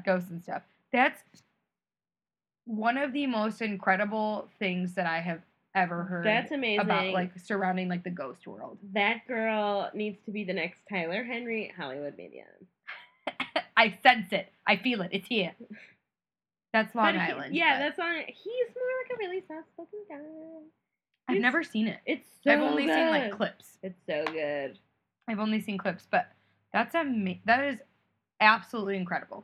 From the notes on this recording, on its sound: some wonky audio